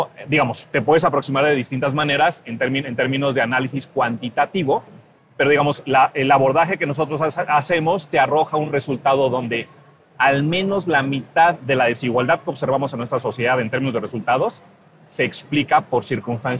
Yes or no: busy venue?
yes